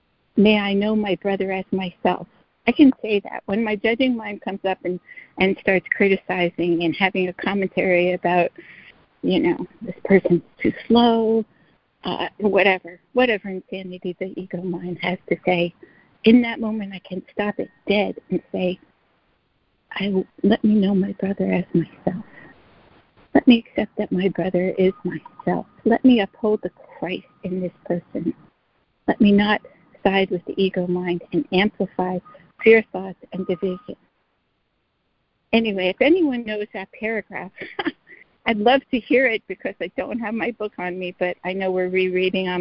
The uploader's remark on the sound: ACIM Daily Conference Call.